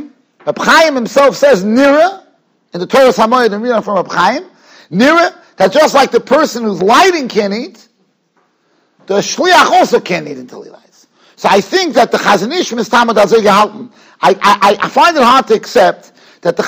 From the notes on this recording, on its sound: Shiur recorded in Yeshivas Ohr Reuven, Monsey, NY.